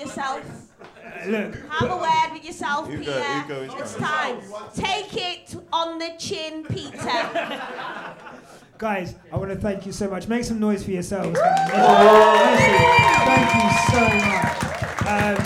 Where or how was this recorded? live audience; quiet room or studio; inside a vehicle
live audience